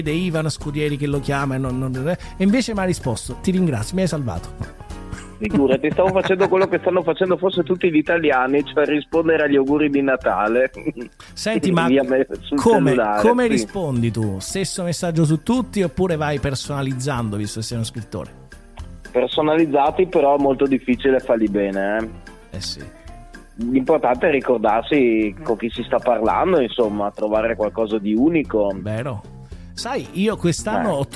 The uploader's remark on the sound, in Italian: al telefono